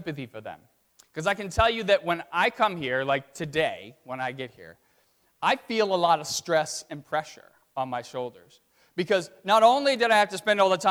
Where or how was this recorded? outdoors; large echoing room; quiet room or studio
large echoing room